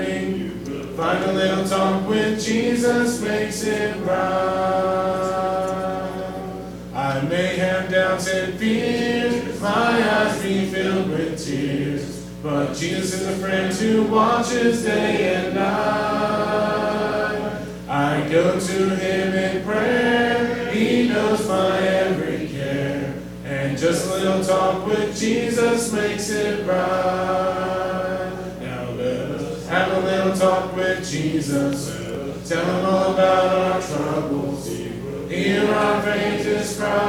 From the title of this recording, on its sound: LIVE Services at Sunshine